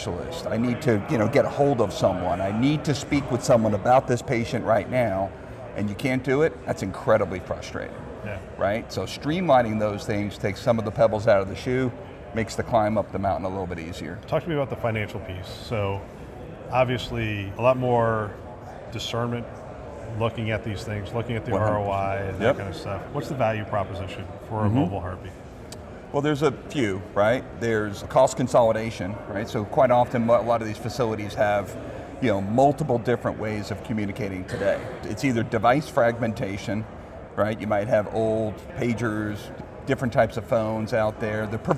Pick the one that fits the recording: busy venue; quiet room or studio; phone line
busy venue